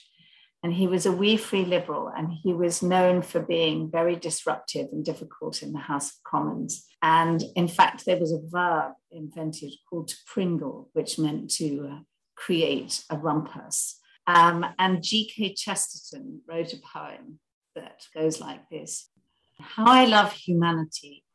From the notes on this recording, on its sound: The Zoom connection was poor on this one.